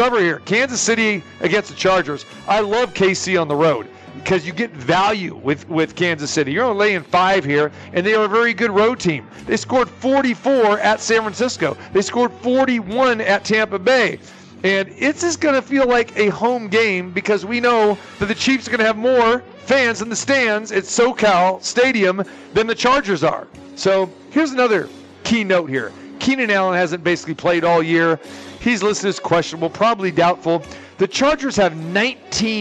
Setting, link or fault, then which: setting, busy venue